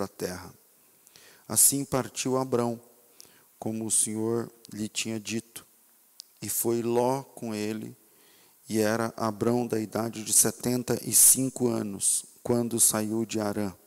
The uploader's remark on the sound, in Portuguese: Culto ao vivo